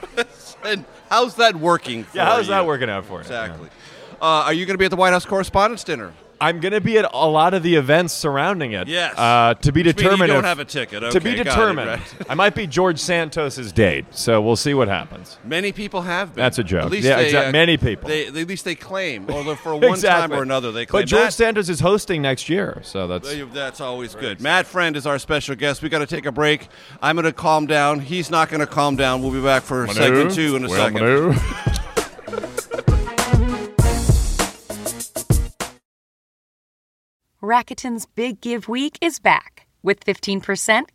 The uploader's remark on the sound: at Unconventional Diner in Washington, DC